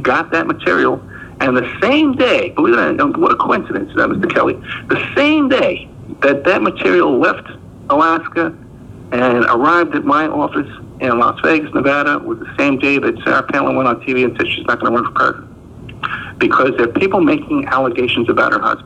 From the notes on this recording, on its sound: for a phone call